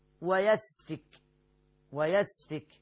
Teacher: يبقى الكلام واضح ومفهوم. طيب، ويسفك، ومرققة، ياء مرققة، سين ساكنة، الفاء مرققة مكسورة، الكاف مهموسة مضمومة مرققة